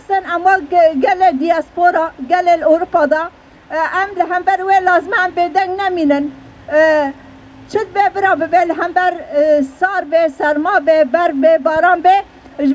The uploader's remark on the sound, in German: Demo für Stopp der türkischen Angriffe auf Rojava. Aufnahme der Reden bei der Auftaktkundgebung vor dem Parlament.